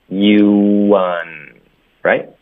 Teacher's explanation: 你要嘟嘴发 you，连发到 un，嘴唇会放松导致一个 w 的音